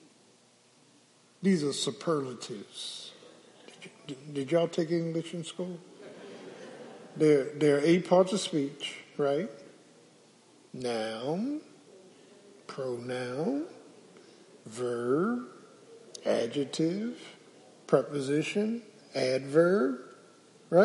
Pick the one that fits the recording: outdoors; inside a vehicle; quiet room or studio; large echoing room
large echoing room